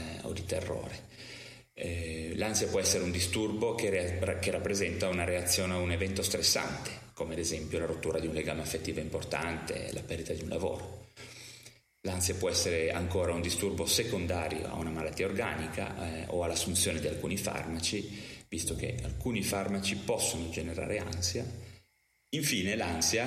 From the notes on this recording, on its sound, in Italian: Peccato che la registrazione sia avvenuta nella Hall di un albergo a Verona con il conseguente riverbero!